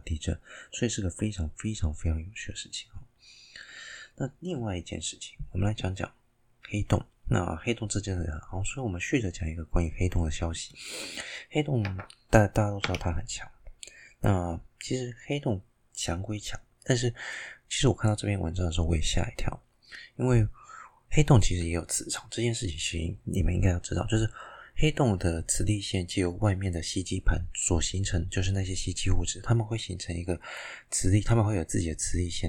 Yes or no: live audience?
no